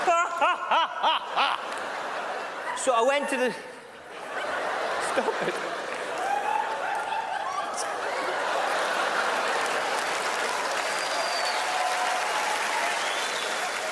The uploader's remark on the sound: This Scottish-Indian comedian is massively popular with the JFL crowd! Performs at the 2007 Just for Laughs Festival in Montreal.